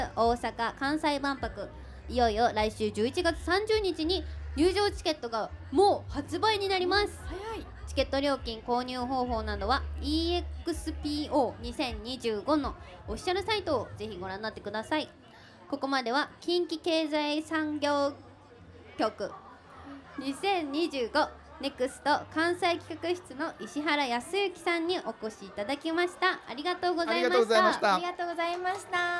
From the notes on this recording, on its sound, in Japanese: ABCラジオまつりでの公開収録の模様をお届け！万博記念公園で行われた「ABCラジオまつり2023」での公開収録の模様をお届けいたします！